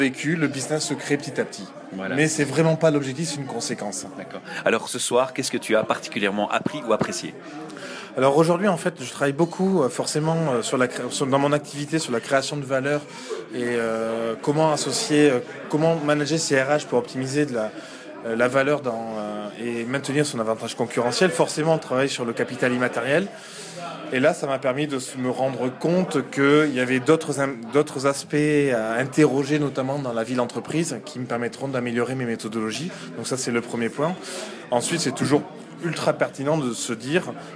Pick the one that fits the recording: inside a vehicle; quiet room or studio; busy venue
busy venue